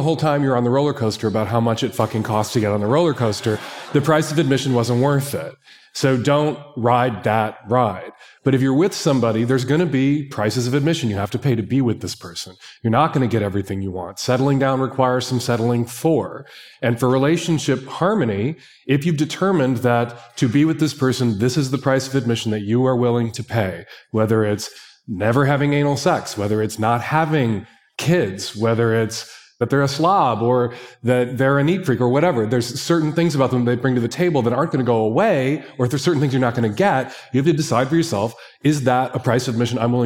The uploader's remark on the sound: Episode live from Mindvalley's A-Fest Ibiza stage. Have a 3-way round-table discussion.